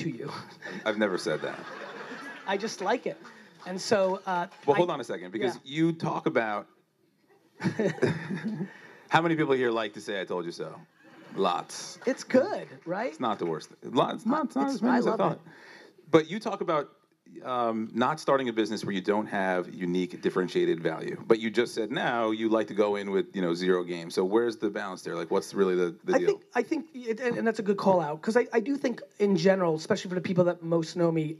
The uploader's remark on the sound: NJ Tech 2015 Keynote. A keynote that I gave in 2015 at NJ Tech.